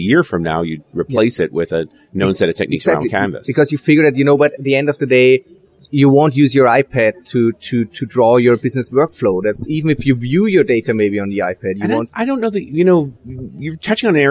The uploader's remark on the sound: While at the Norwegian Developers Conference in Oslo, Norway